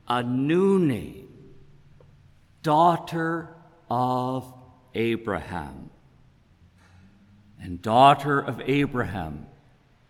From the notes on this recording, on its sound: Preached at saint ben's on Sunday August 21, 2022. This podcast is created at saint benedict’s table , a congregation of the Anglican Church of Canada in Winnipeg.